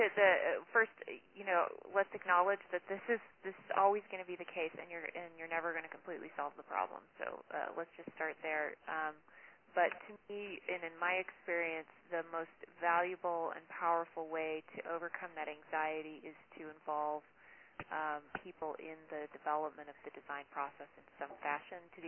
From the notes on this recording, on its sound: Our speakers on this call were